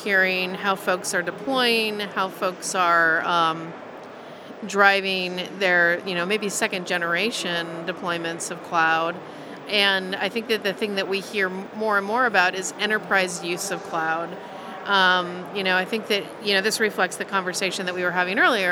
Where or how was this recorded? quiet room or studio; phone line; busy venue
busy venue